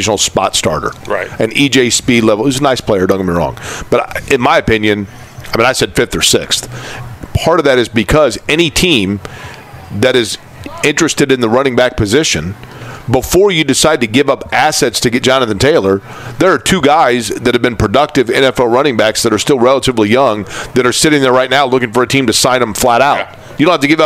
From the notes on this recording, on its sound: Live at The Drama Club aka Colts Camp! LIVE FROM COLTS CAMP!